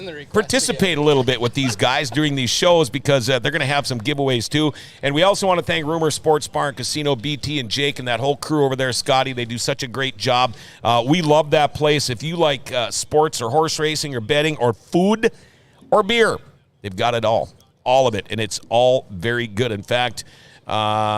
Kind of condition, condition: setting, busy venue